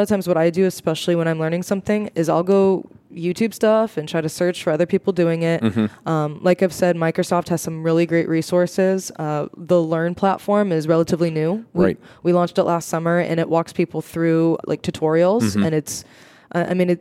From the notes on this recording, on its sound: live from the podcast booth at Microsoft BUILD